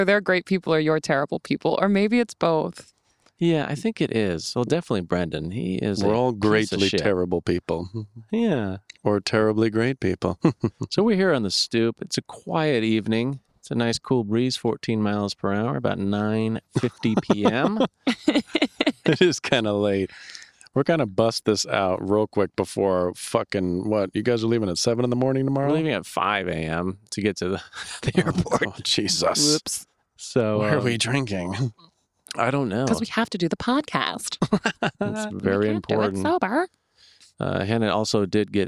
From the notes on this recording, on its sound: Kick back and relax with us on our Dad’s stoop in Boston